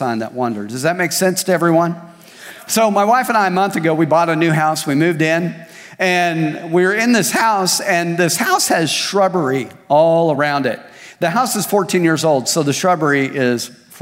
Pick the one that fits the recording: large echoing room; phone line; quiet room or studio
large echoing room